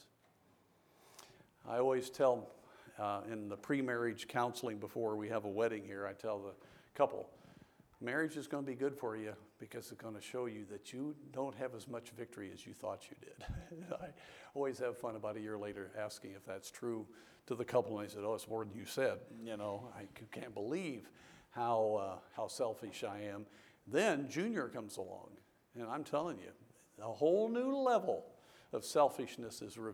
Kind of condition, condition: setting, large echoing room